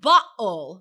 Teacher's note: So it changes to a D. But then for some British accents, it becomes a glottal stop, which is like bottle.